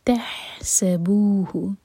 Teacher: ح حلق سے، اور سین کے لیے سیٹی والی آواز آئے گی